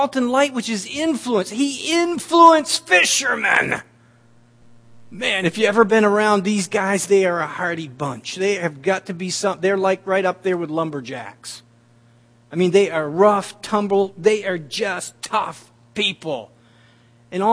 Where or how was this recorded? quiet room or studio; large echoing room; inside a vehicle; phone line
large echoing room